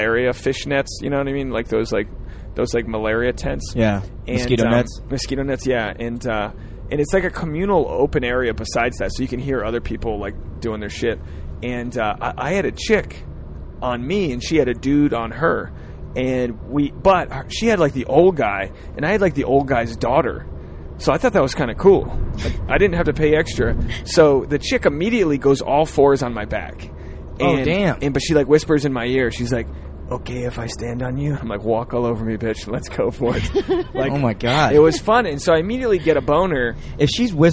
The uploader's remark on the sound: On this carcast episode. As they drive to a standup show.